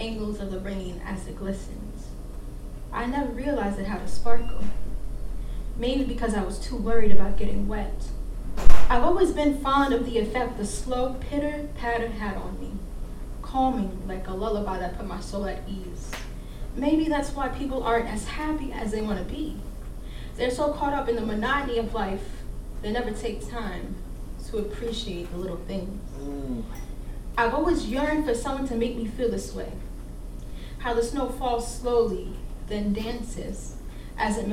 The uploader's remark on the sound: At the Brass Tacks poetry and spoken word open mic on December 4, 2018, at The Low Beat in Albany, NY.